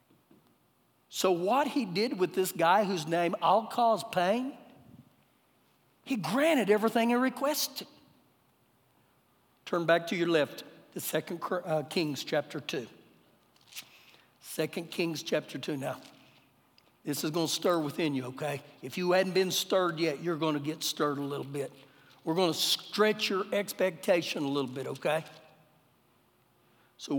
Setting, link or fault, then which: setting, large echoing room